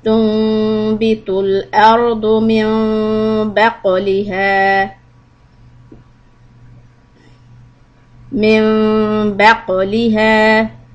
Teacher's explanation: Don't read the noon, read the little meme on top and keep your lips lightly touching each other. Two harakat waiting. · Term: iqlab